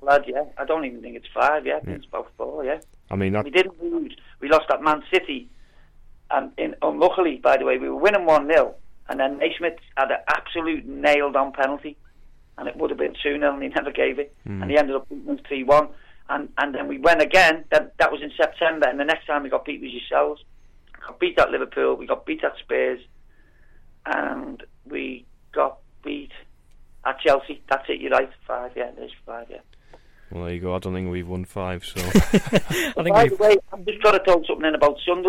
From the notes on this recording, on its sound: joins us on the phone